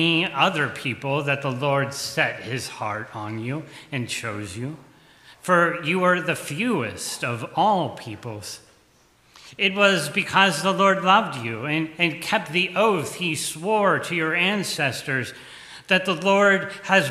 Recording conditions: large echoing room